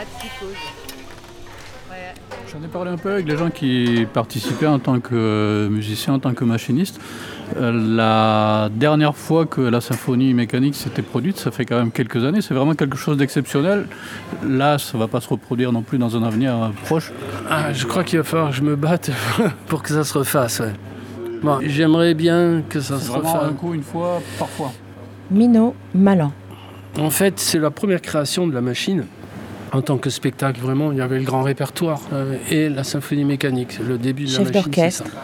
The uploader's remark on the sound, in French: à la Halle de la Machine à Toulouse, entre le mardi 2 et jeudi 4 mai 2023 durant l'installation et les balances de la Symphonie Mécanique.